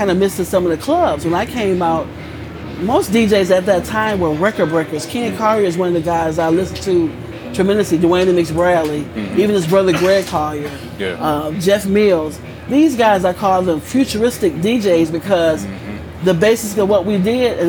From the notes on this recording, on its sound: The Summer Sessions on 88.3 WXOU FM featuring a collection of interviews recorded live on the grounds of the 2023 Movement Festival in Hart Plaza.